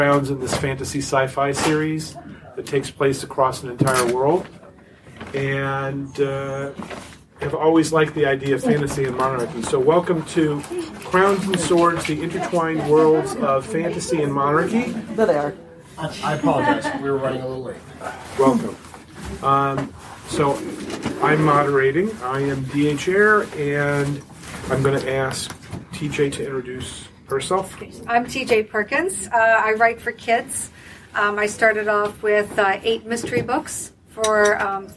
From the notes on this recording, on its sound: here's the last of the panels we recorded at Balticon 49!